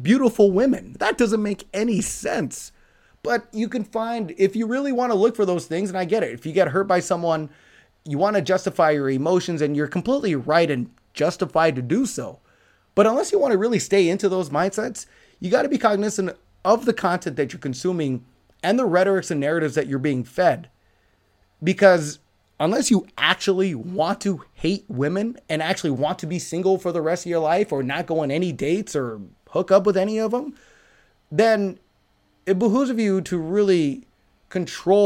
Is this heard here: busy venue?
no